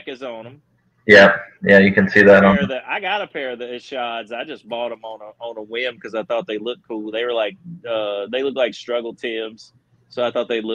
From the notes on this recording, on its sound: Apologies for the terrible audio.